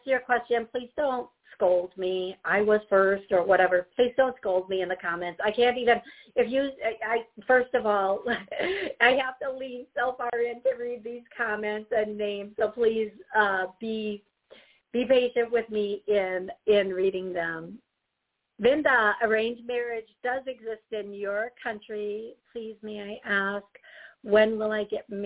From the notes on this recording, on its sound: I will be taking callers and answering their questions live!